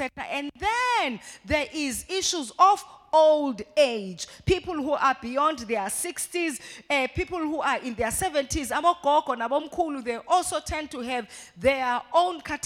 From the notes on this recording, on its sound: live at Word Of Faith Christian Centre.